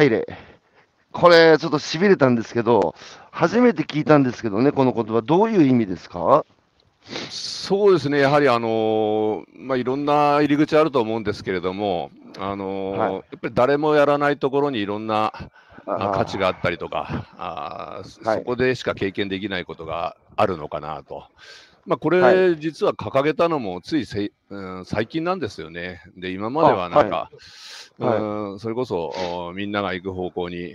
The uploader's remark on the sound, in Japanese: 歩きながら1時間、対談する。